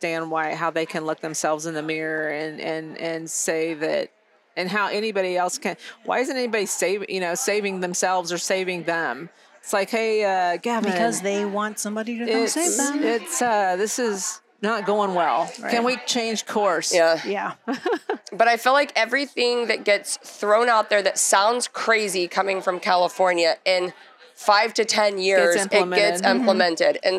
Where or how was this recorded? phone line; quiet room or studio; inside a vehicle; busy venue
busy venue